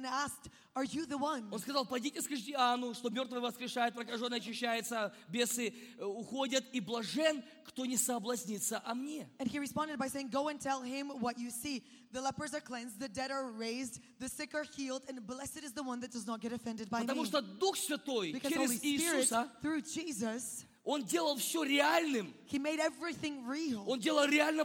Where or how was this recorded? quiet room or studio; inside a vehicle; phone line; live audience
live audience